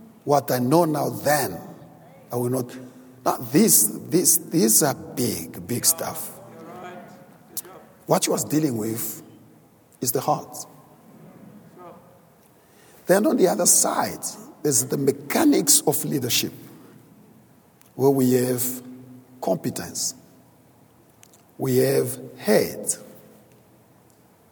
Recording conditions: large echoing room